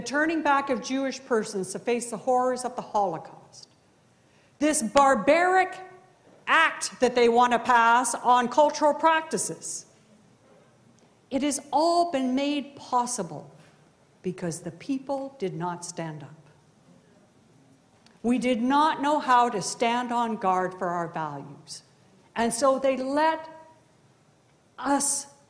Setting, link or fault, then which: setting, live audience